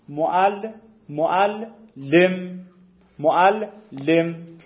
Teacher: لام اولی ساکن لام دومی متحرک، واجب ادغام بشه میشه معلم